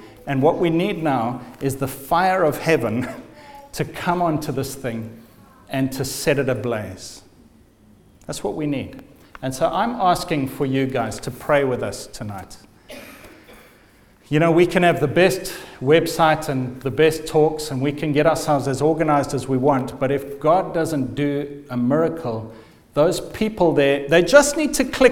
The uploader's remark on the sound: The first night of the Leading Lights Network Conference 2015.